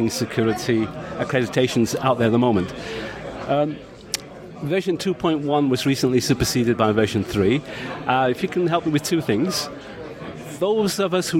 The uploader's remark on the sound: recorded in London on 24th April during InfoSec 2013